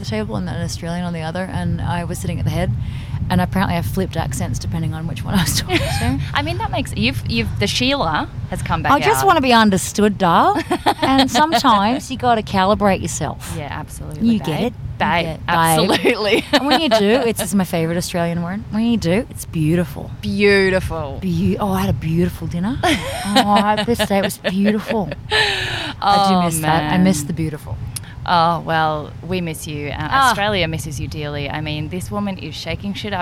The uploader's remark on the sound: Enjoying the soothing sounds of the Caribbean ocean that we left in for your enjoyment, so there’s lots of random chatter and giggles.